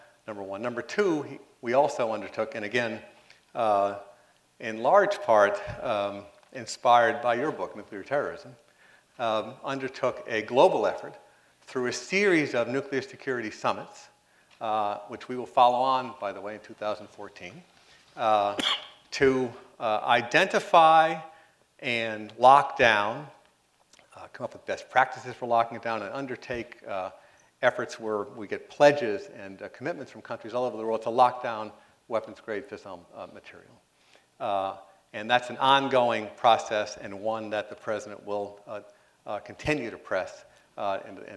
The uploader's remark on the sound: responded to questions from the audience